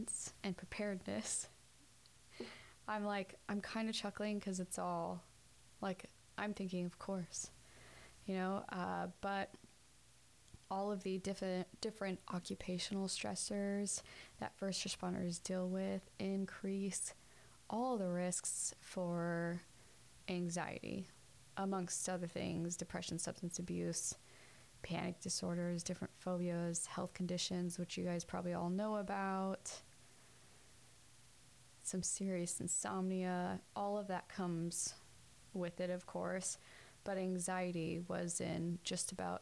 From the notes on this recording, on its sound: white noise machine playing in the background of this episode